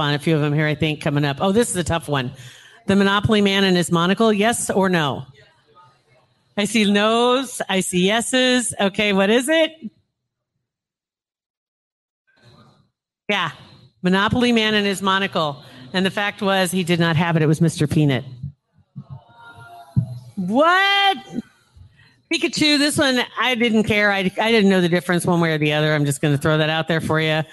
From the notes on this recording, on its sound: LIVE podcast recording at Hurrdat Sports Bar